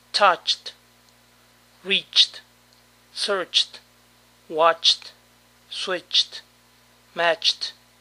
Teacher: para todo verbo que termina en che, la terminación ed suena t.